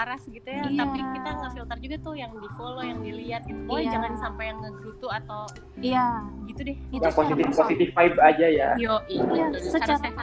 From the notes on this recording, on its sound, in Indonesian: maafkan soundnya yah aga noisy